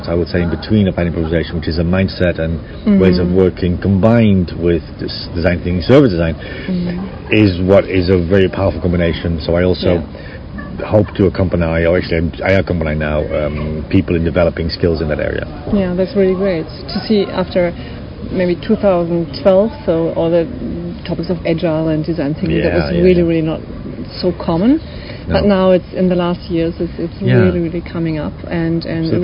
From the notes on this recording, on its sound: Here are the key questions in the interviews, recorded live at the 2018 AIN Conference in Paris.